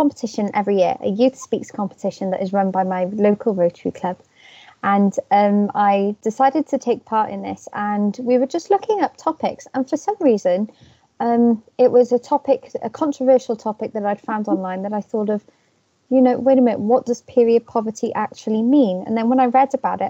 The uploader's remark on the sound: Recorded via Teams. The quality of this podcast is a little all over the place due to the nature of the recording during lockdown.